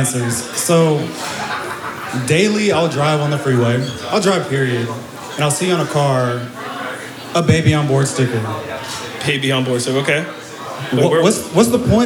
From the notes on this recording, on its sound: we made our way down to the Valley in Tacoma for our first ever live podcast